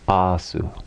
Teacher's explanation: it's the one time that su does not change into shu